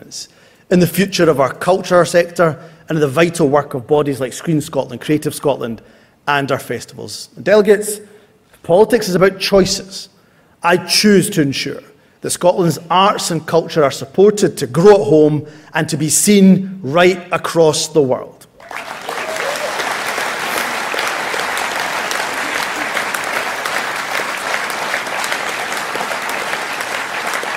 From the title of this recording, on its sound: speech from SNP Conference Oct 2023